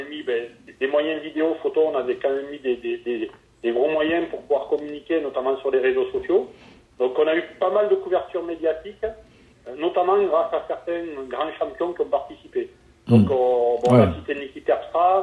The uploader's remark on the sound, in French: Que j’ai pu avoir au téléphone, le soir même de l’annonce de l’ouverture des inscriptions.